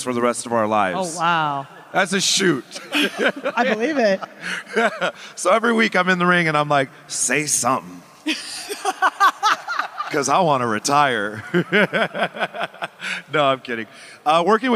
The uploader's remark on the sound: Live at FanFest. AEW Unrestricted was live in Las Vegas last weekend at DOUBLE OR NOTHING FanFest! Regaled the live audience with great stories.